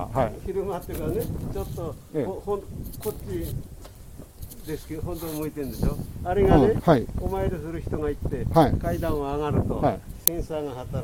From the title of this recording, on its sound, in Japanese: tokyo walk&eat radio LIVE 東宝スタジオから大蔵大仏